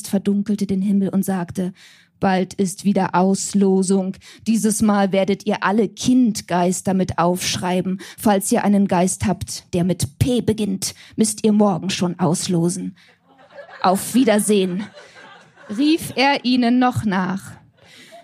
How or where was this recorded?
live audience